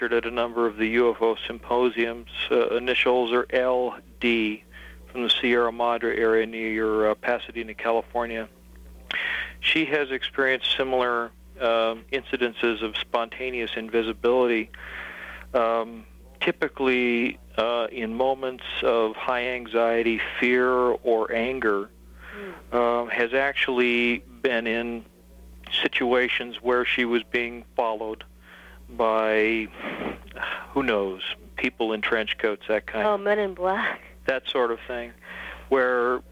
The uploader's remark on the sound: 1992 Timeless Voyager Radio interview. LIVE plus listener call-ins.